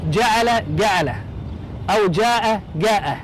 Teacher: من صور القلب في اللهجة المصرية أيضا قلب الجيم إلى ما يسمى بالجيم القاهرية الجاء، كما يقال جعل جعل أو جاء جاء.